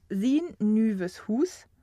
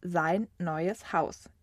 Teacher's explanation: Aus einem Laut wird also 2. Genauer gesagt werden Langvokale diphthongiert. Aus den Lauten I, Ü und U wird Ei, Eu und Au. · Term: Diphthongierung